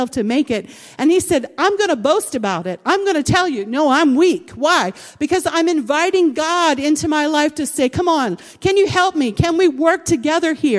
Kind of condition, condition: setting, large echoing room